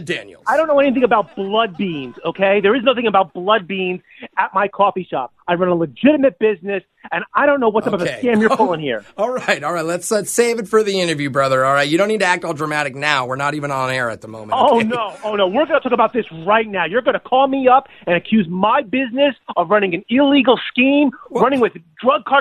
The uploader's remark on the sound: Phone Tap